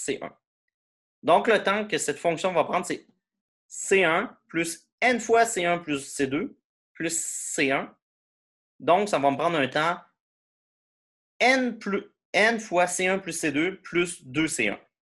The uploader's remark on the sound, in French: Cours en ligne sur Zoom.